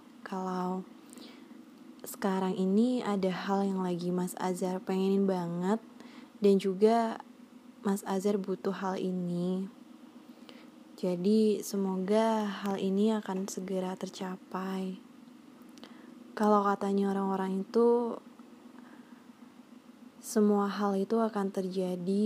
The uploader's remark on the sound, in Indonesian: Aku belum bisa edit rekaman yang ngilangin noise dll gitu jadi ini sangat terjamin keasliannya.